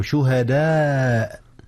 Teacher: نعم، لأن الهمزة في الكلمة مع الألف، فالهمزة والألف كلتاهما في كلمة واحدة، لذا كان المد متصلا